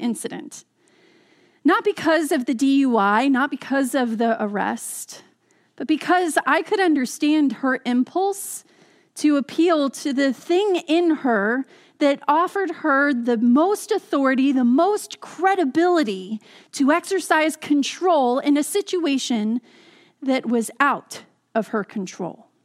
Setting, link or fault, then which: setting, large echoing room